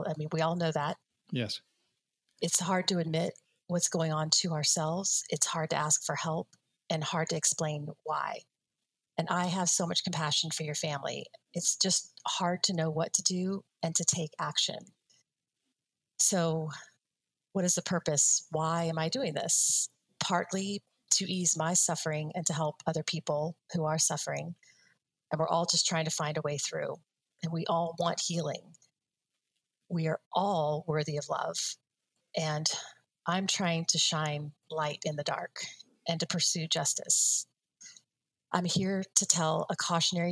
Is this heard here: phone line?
no